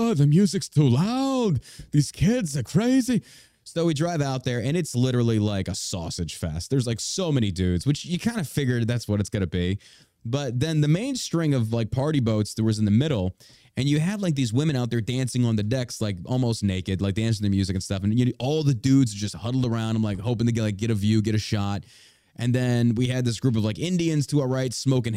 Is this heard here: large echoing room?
no